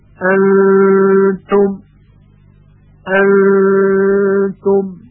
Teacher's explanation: سر زبان در دهان آزاد هست و به مخرج نون نخورده و صدای غنه هم از خیشوم خارج میشه · Term: اخفا